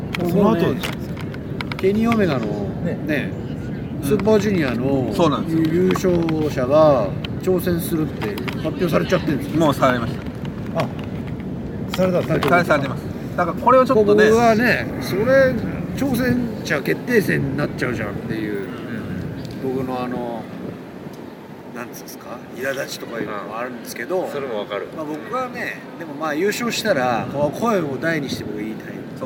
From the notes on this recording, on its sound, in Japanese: あのニューヨークのセントラルパークで屋外収録!!今回は、屋外収録のため、部分的に聞き取りにくい箇所がございます。